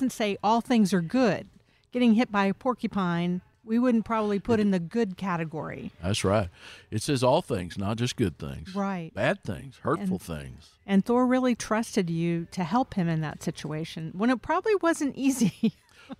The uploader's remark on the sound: Recorded at Wheelers Western Outfitters